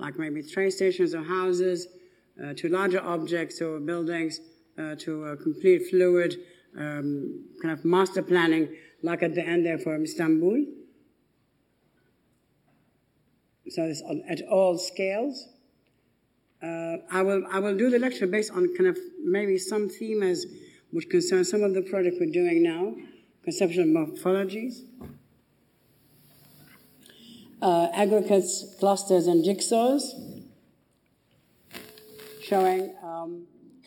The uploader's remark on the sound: The annual Stephen Lawrence Memorial lecture in 2011. In a talk captured in archival footage from the RIBA Collections.